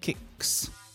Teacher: the word kick finishes with a K which is a voiceless sound, and so we pronounce the S as S